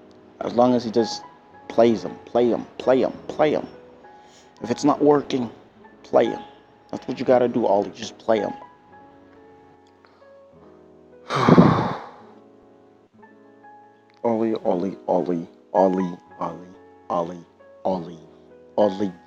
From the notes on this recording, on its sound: In the episode the AUDIO is VERY poor.